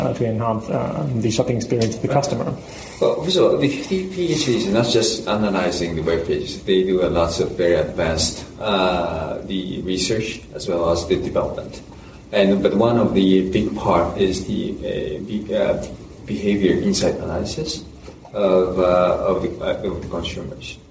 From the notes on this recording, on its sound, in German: "Damals" hatte ich noch ein schlechtes Mikrosetup. Die Tonqualität ist also überschaubar.